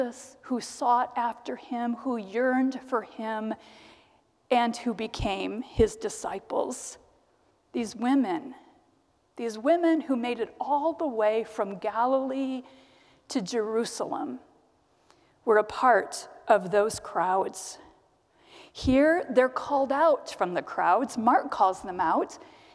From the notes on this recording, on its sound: presented by Asbury Seminary Kentucky Chapel, recorded on Wednesday, March 29, 2023 at Asbury Theological Seminary's Kentucky campus